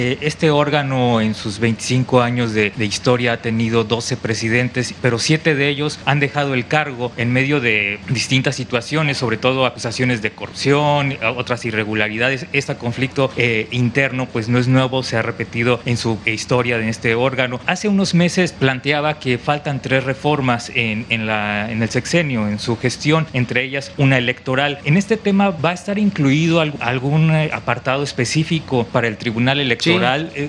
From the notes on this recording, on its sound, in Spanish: Conferencia de prensa en vivo, desde Baja California Sur.